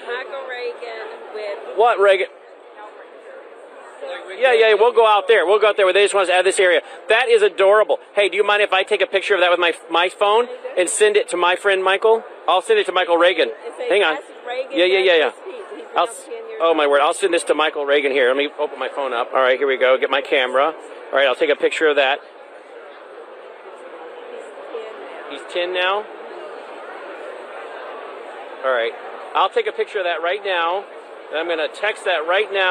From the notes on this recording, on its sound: Live From CPAC